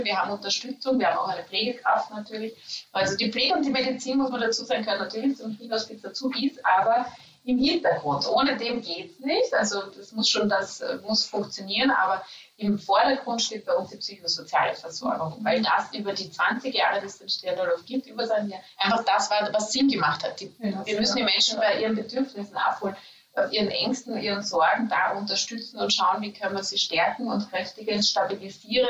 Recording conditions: poor sound quality